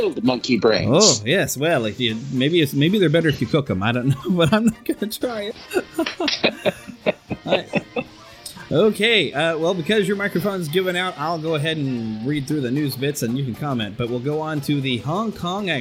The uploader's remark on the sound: Broadcasting live and recorded from Planet Comicon 2017! We’ll take you to a few booths.